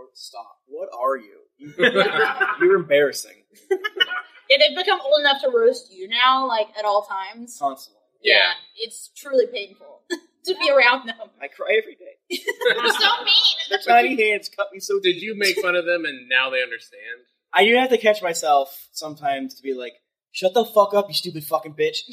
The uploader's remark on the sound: This week we are bringing you the live show from Geeklycon 2023. Sorry for the audio quality.